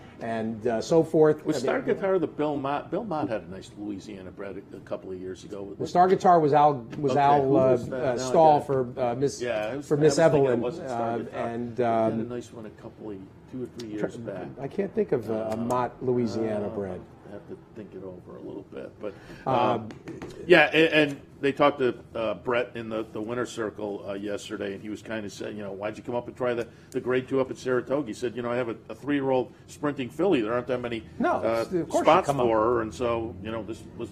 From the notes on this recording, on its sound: live From Saratoga Race Course